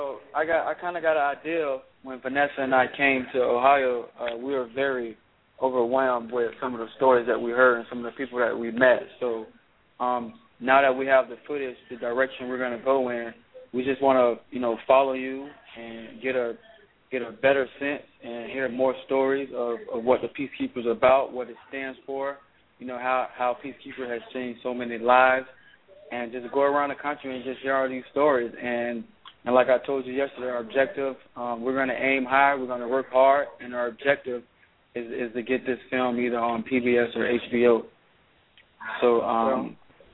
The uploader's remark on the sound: Anchored by one of The Keys 107 (Blog Talk Radio) hosts, members call in and talk about what’s happening with the PeaceKeepers in their neighborhood.